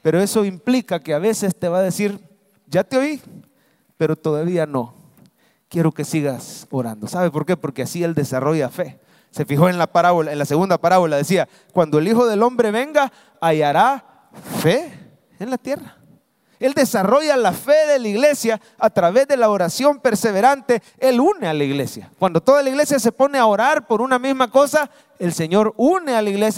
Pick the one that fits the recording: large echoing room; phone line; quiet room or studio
large echoing room